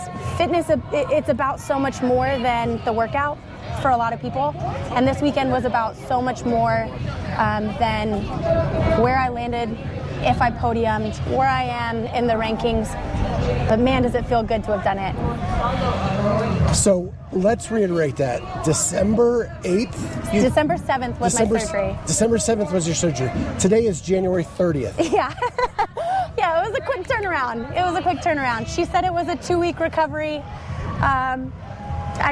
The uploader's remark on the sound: Bonus Episode Live From TFX.